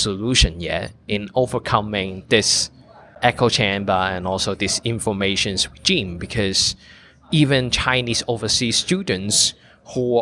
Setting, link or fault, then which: setting, busy venue